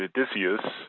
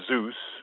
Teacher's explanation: the EU sound, which in the word Odysseus sounds like two syllables, but in Zeus sounds like one syllable